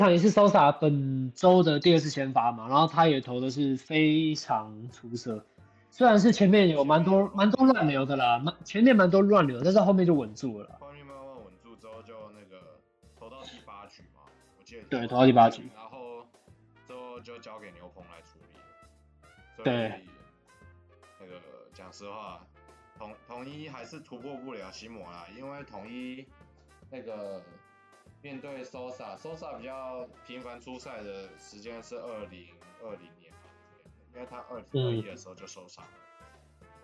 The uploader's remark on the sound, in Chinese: 首次遠距錄音....品質有點差會改進的。因為疫情的關係首次嘗試用遠距錄音的方式。